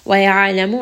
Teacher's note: ayn is going to have tawassut. So we are going to kind of roll that in the throat, have a little bit of that strangulation sound. Ma, this is a two count med.